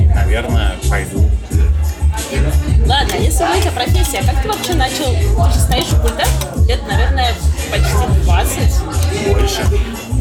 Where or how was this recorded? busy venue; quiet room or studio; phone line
busy venue